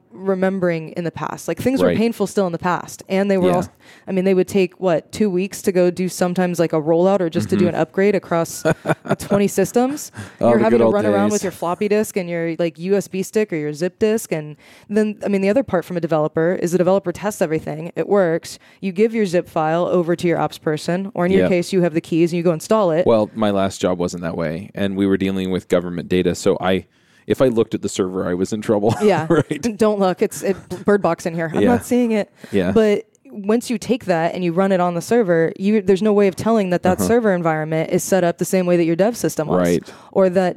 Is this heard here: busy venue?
yes